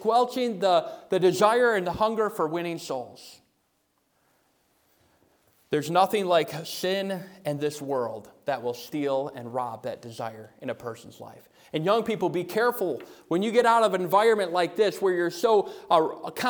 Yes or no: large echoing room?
yes